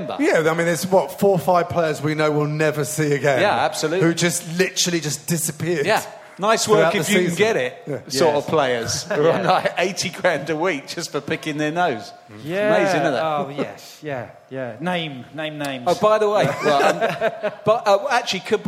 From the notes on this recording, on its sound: Recorded live with a very special audience of close friends